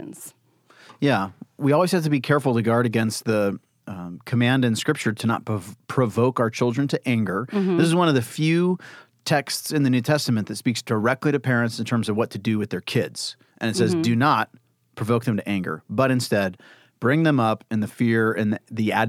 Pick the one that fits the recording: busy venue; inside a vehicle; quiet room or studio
quiet room or studio